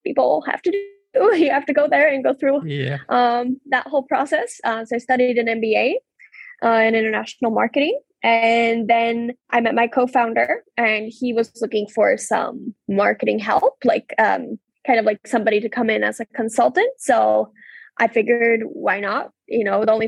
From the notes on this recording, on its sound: This episode was recorded through a Zoom-call on January 19, 2022.